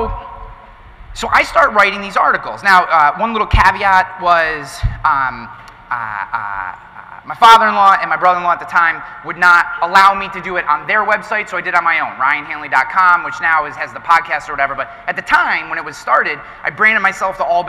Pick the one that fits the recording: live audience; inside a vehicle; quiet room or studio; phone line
live audience